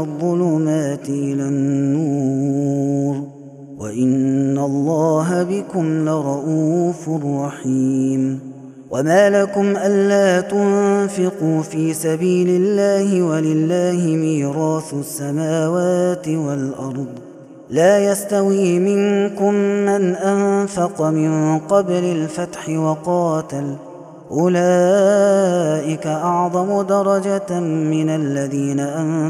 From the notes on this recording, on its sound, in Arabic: هذا التسجيل من صلاة التراويح